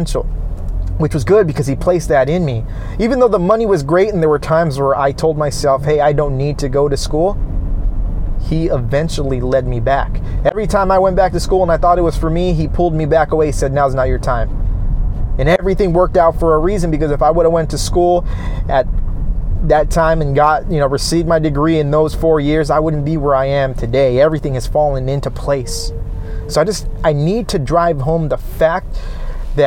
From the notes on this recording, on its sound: No worrying about audio for this one as I felt the need to just record as I hit the road home.